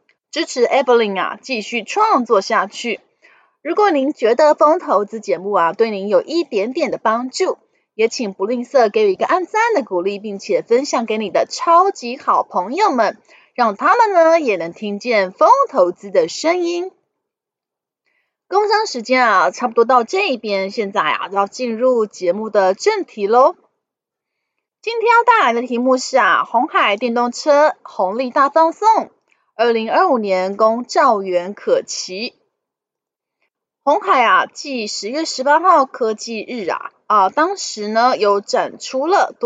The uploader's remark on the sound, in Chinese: 本集有些許雜音，已亟力避免，如有察覺請多多包涵